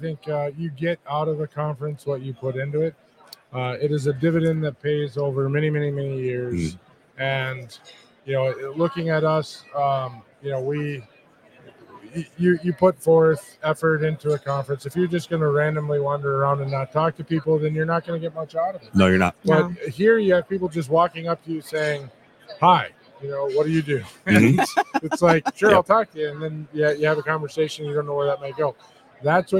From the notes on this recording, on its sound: The Driving Forward Podcast broadcasted live at Manifest.